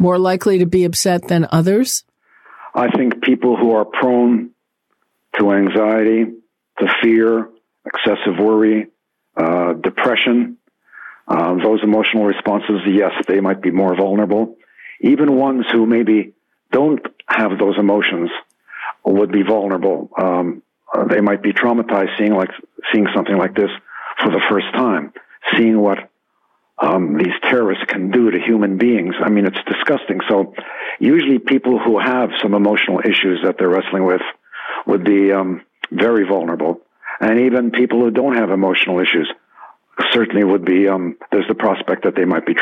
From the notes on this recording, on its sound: on the phone from Israel